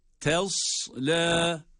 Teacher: Ta harfi ince, sad harfi ise kalın, ince olan harfi kalın olan harfe bağlıyoruz.